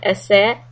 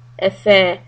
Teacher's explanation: Letter Tha, tip of the tongue, under the front teeth. · Shown in: second take · You should not confuse it with the letter Sin.